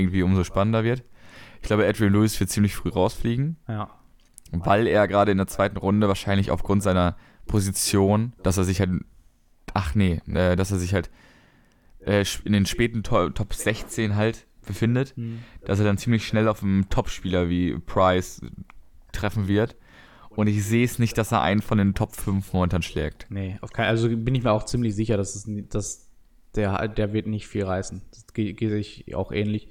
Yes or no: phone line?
no